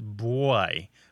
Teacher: some say it as boy, almost as if there's a W after the B, although it's less common.